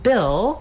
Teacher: we have the vowel ih, which is a lax high front vowel